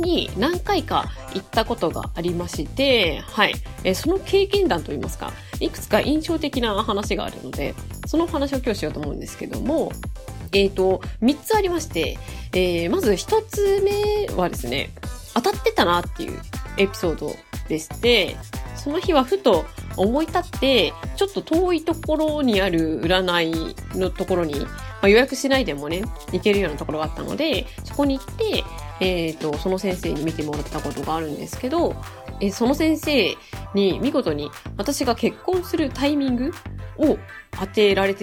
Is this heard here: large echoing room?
no